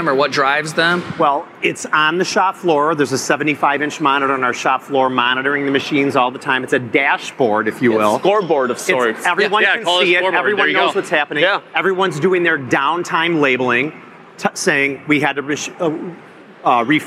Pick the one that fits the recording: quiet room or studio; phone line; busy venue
busy venue